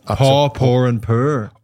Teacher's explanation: But we do pronounce our R's, which is my thing about English accents.